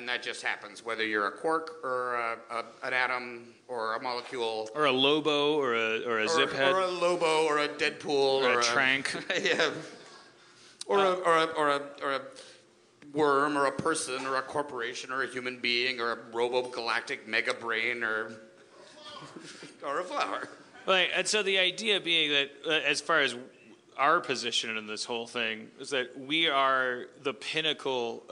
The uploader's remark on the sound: LIVE from The Tin Roof in San Diego